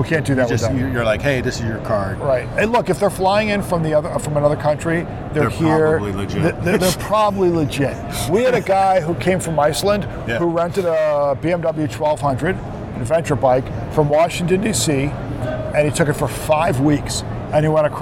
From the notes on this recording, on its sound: Another followup from AIM, this show covers the longer interviews we did on the show floor while there!